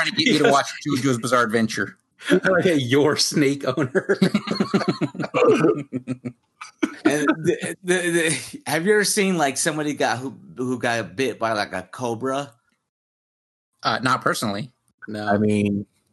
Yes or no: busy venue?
no